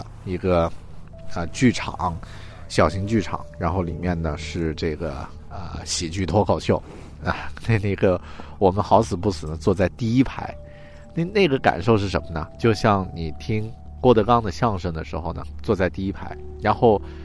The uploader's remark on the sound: I left home, walked 5 kilometers and I could see the ocean. I recorded this episode on the shore, this is the first episode I made in New Zealand.